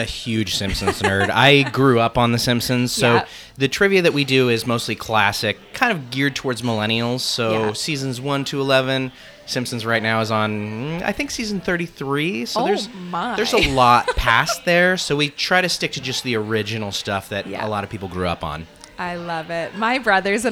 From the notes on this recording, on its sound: live at Goldies Convenience in DTK